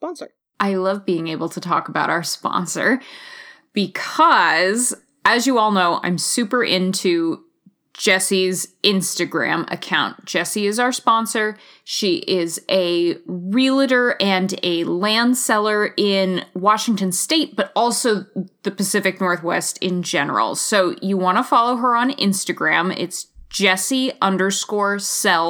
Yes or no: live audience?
no